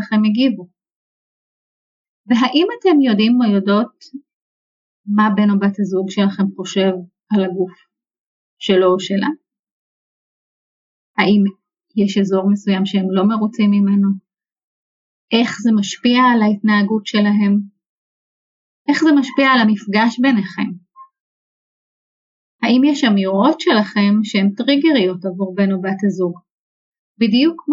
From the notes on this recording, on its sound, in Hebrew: עקב בעיה טכנית - איכות השמע בפרק זה אינה איכותית כמו בפרקים האחרים, התנצלותי